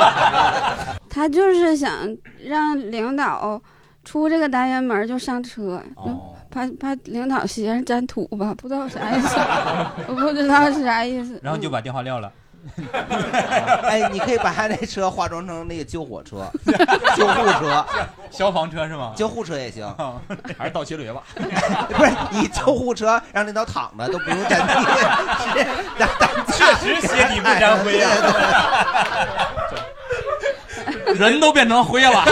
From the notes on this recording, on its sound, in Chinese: 这是一档由喜剧演员们和现场观众朋友们共同录制的播客节目。